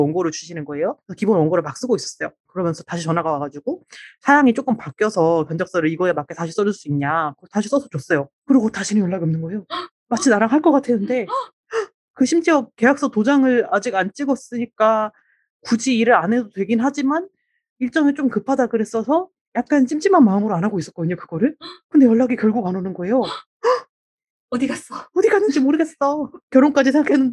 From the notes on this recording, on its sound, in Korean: 의도한 것이 아닌, 알 수 없는 잡음이 들어있으니 청취에 유의하세요.